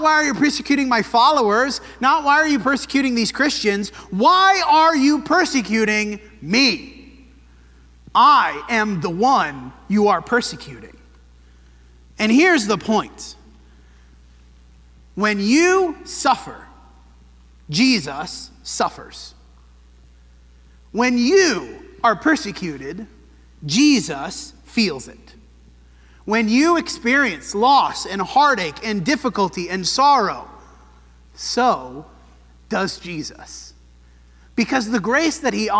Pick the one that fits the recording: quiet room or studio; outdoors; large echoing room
large echoing room